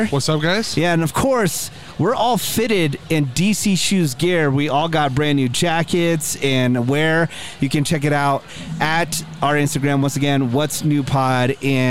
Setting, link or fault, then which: setting, outdoors